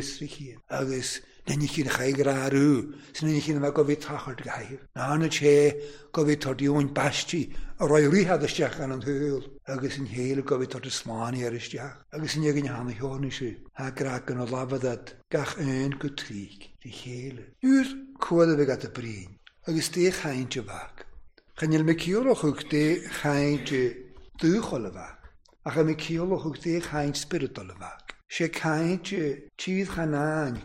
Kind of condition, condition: setting, large echoing room